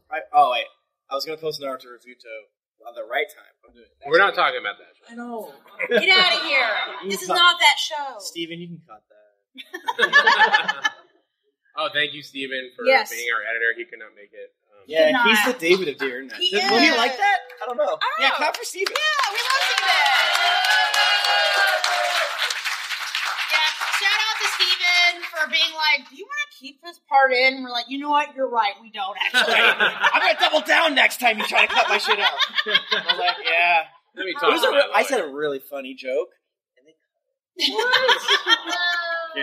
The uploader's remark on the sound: This week we are bringing you the live show from Geeklycon 2023. Sorry for the audio quality.